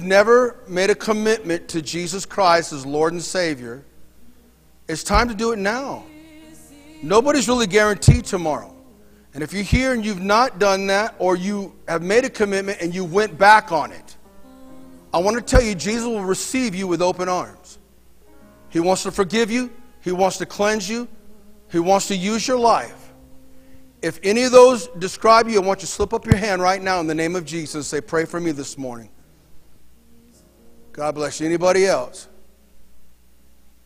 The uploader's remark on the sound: Mt. Zion Church Live!